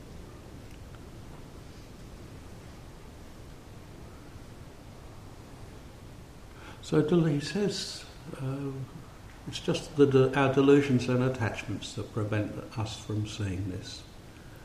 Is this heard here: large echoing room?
yes